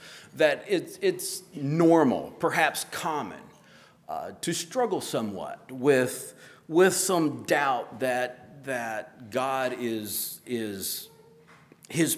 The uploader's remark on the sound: At Hephzibah Mennonite Church on April 30, 2023.